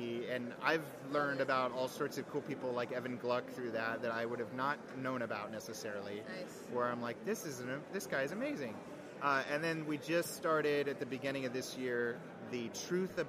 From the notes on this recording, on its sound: LIVE from the International Vancouver Guitar Festival